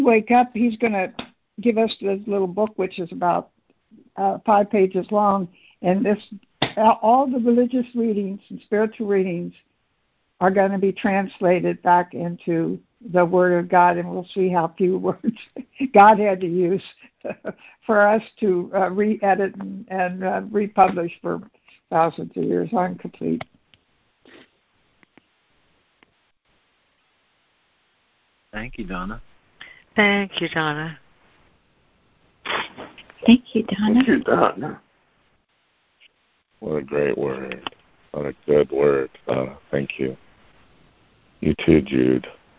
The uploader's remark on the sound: ACIM Daily Conference Call